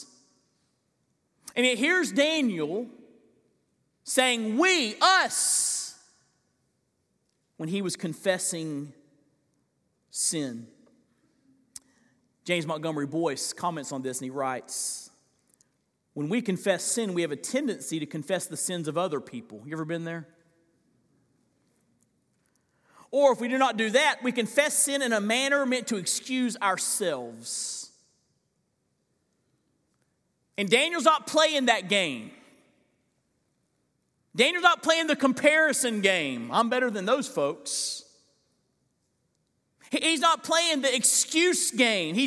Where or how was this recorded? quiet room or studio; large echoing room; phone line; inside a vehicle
large echoing room